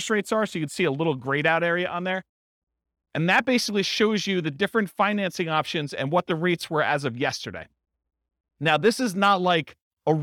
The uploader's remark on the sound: This was a live class recorded